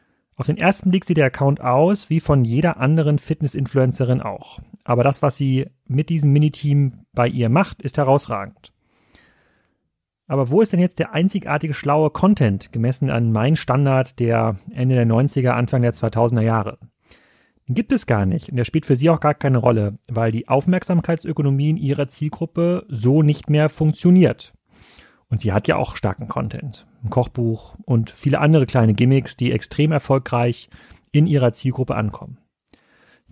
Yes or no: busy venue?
no